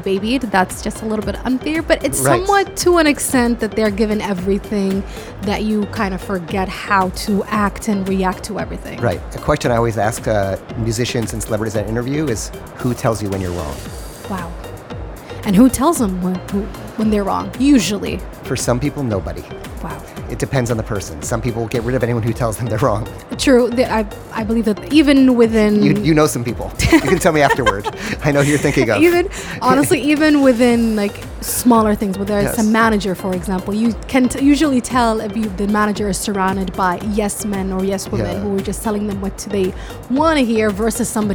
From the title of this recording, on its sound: Live from SIBF 2022